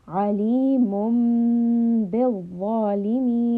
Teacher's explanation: This is iqlab. So we are going to change the noon into a meme sound.